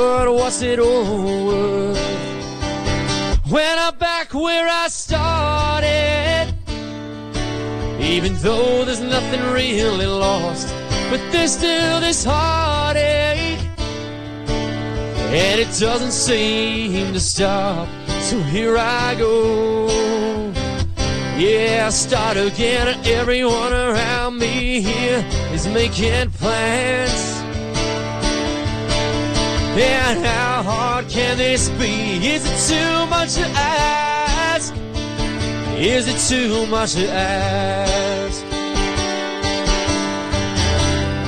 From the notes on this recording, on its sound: At our outside broadcast Pool Party on January 2nd. Radio Fremantle 107.9fm.